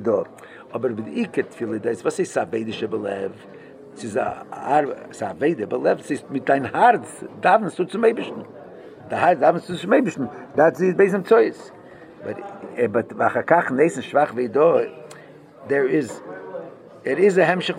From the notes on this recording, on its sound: Live Shiur.